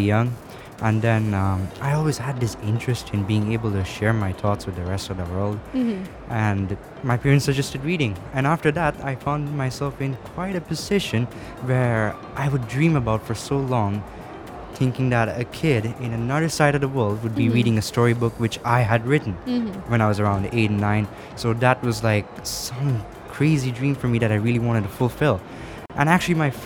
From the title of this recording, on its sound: Live from SIBF 2022